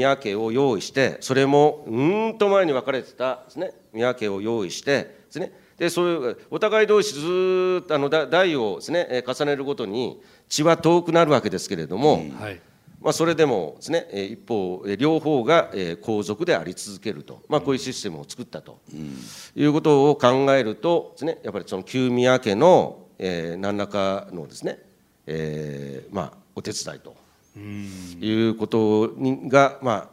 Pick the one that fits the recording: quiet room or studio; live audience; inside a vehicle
live audience